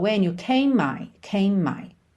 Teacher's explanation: E o M é o primeiro som e a primeira letra de my. Então, a gente junta num M só